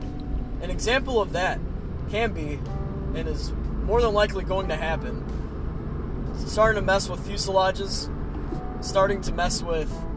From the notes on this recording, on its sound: I'm in the car again